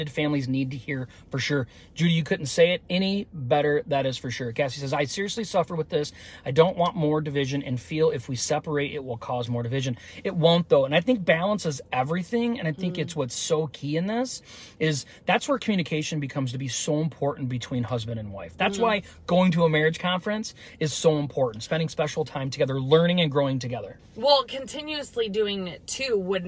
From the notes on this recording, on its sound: we go LIVE from our car